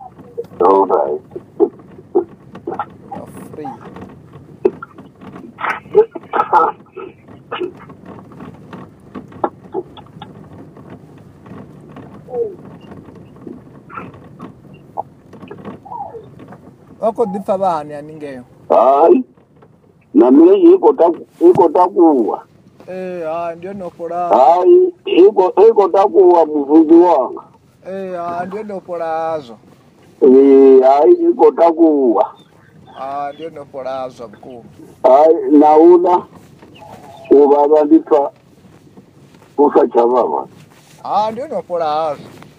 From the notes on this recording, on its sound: healing over the phone